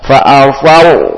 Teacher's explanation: Tetapi setelah huruf tipis ada tebal. Fa'afal dengan dimonyongkan, ditebalkan ya, di-o-kan. Fa'afal. Nah, jangan tipis dua-duanya.